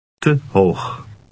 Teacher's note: The E in te is unstressed and resembles an a sound.